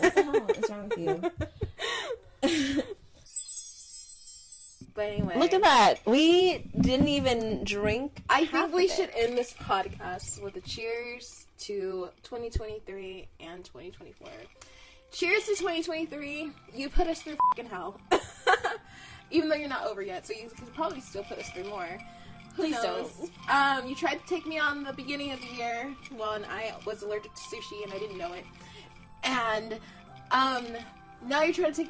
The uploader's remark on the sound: We apologize about the weird sound in advance. Stop fidgeting with her mic.